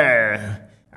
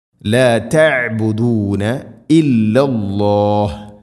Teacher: ഐന് തൊണ്ടയുടെ മധ്യഭാഗം